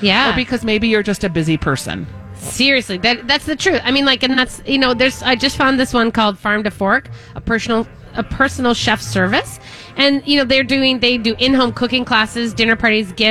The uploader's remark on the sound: broadcasting live at Southern Lights